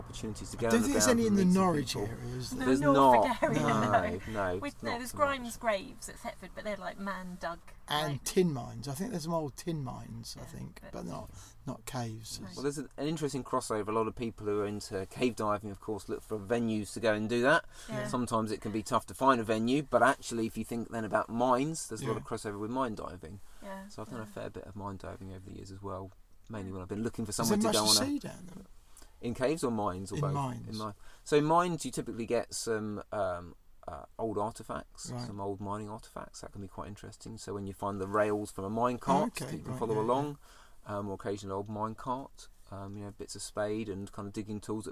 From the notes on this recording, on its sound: We are on location in Cheddar Gorge, a limestone valley in the UK recording on the Ford Custom Transit Nugget.